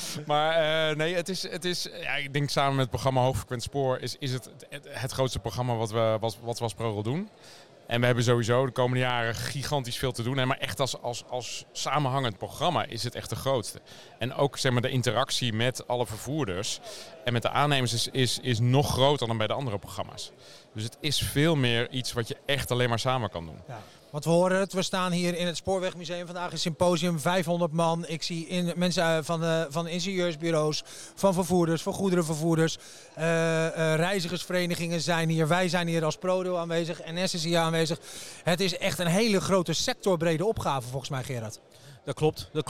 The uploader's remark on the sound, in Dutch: De derde aflevering van de ProRail-podcast komt uit het Spoorwegmuseum in Utrecht. Tijdens het ERTMS-symposium “IT’s happening” op 26 september 2023.